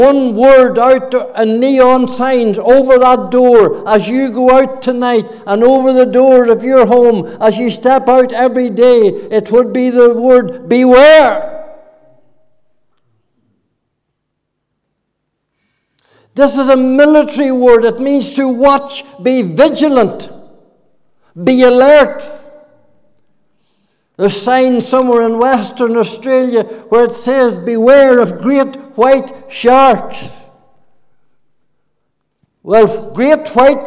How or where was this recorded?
large echoing room